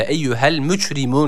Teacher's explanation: Son kelimemizde eyyuhel mücrimun şeklinde. Yani cim harfimiz burada Ç olarak okunabiliyor